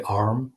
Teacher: Most Scottish accents are rhotic, where they do pronounce the R in a word like arm. It'd be arm with a R.